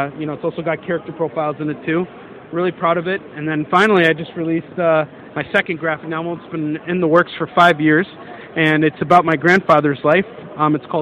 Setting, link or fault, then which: setting, busy venue